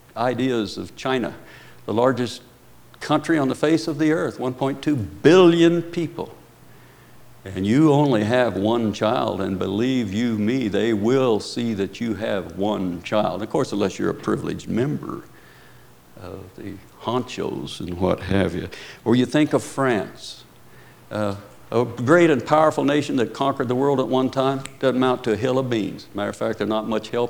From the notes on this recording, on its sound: Preached at Paradise Valley Christian Church.